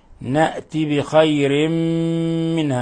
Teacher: تنوين كسر جاء بعده حرف الميم، الحكم التجويدي إضغام بغنة بخير، ولاحظوا إطباق الشفتين، نأتي بخير منها مع غنة من الخشوم